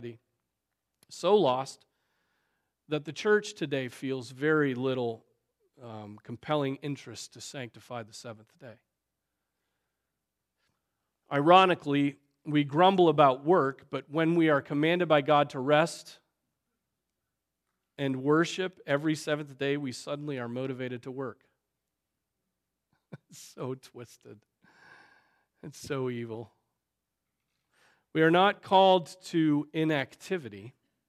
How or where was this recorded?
large echoing room